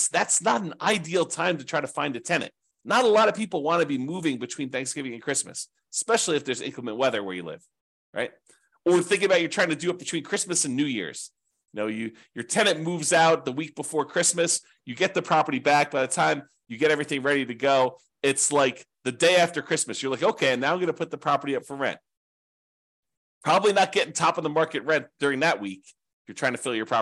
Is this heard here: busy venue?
no